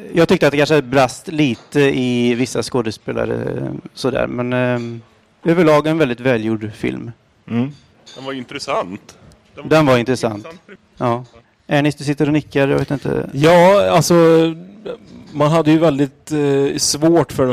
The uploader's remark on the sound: Göteborg Film Festival Live